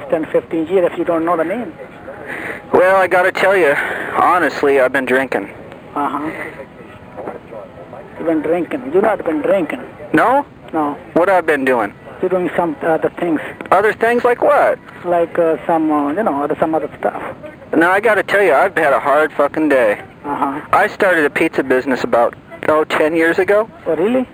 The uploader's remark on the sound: RBCP's Personal Prank Phone Calls Collection